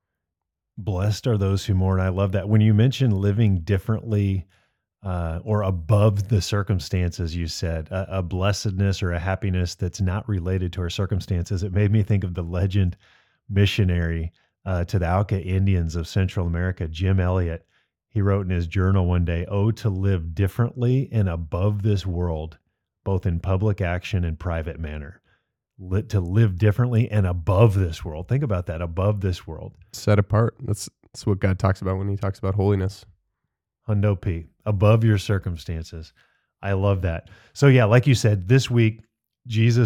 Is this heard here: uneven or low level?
no